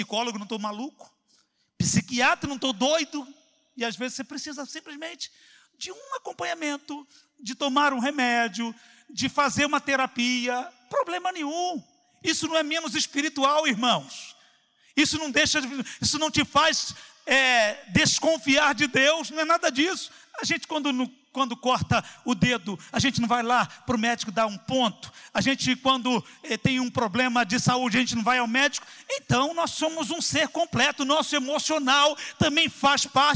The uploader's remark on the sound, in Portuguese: CULTO AO VIVO